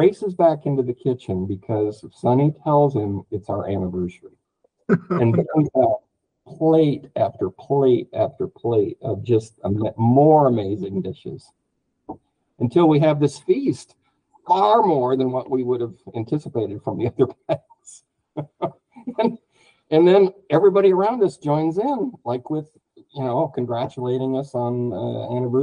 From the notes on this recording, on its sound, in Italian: E mi avete chiamato con FaceTime.